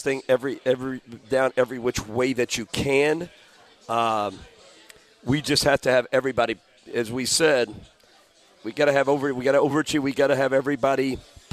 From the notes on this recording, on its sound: live from Humphrey’s Restaurant and Tavern